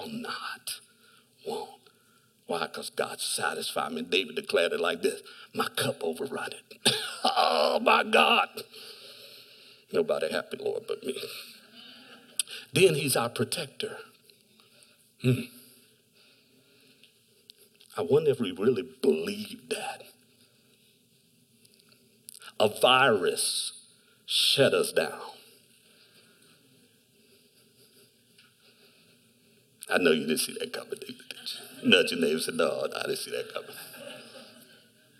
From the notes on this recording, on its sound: Delivered on 18 July 2021 at Grace Church of La Verne. Delivered on 18 July 2021 at Grace Church of La Verne .